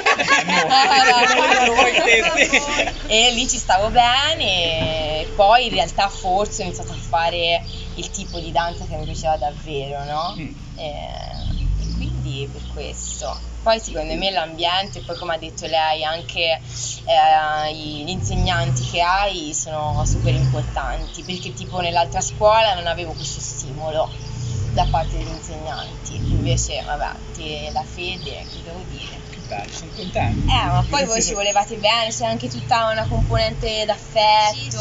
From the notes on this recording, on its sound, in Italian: Live dall’AperiVintage del Teatro di Bo’ il Quarto Episodio del Salotto di Bo’! Per la prima volta con un pubblico.